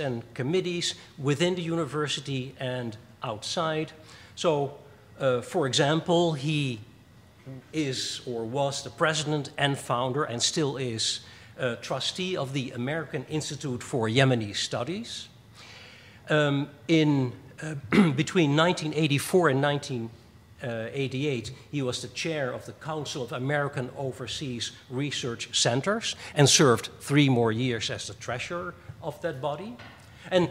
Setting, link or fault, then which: setting, large echoing room